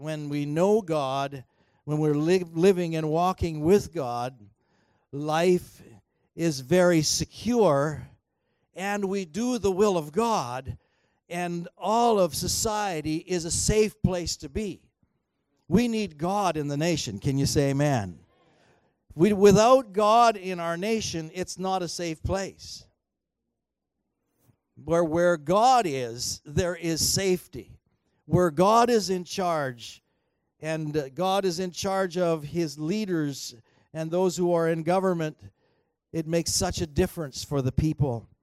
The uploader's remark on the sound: At THRIVE Church Vancouver, Canada.